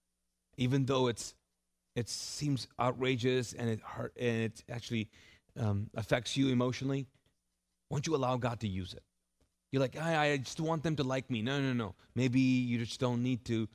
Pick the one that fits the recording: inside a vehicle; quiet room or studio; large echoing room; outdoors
large echoing room